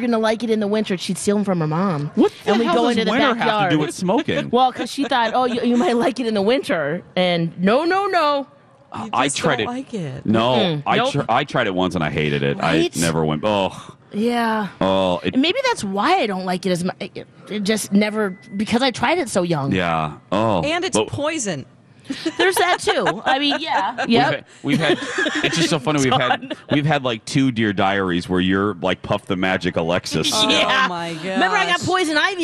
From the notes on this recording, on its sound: broadcast live from the AC Hotel for the Superbowl